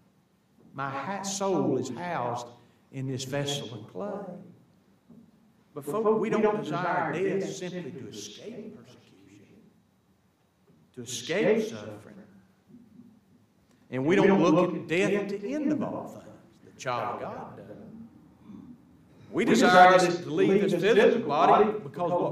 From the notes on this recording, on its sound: THE AUDIO HAS A BAD ECHO, BUT CAN STILL BE HEARD. We apologize for this issue due to a software glitch.